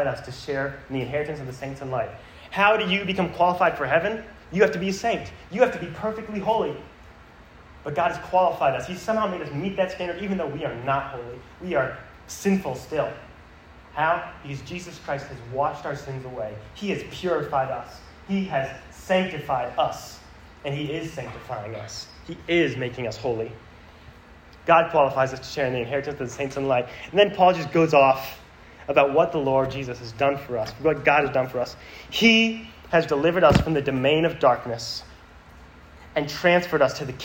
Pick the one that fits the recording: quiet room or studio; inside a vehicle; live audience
live audience